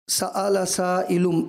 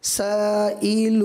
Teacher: سائلٌ جو یہاں پر دو پیش ہے نا، اس کی ادائیگی میں ہوٹوں کا گول کرنا بھی ہوتا ہے، اگرچہ آپ پڑھ کے اسے گزر گئے تو اس کا اظہار بھی کرنا ہے.